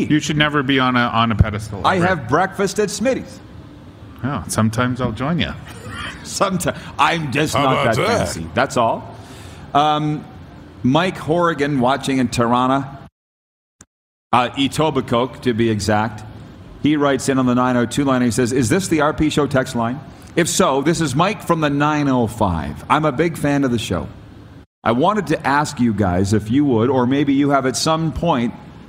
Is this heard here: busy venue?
yes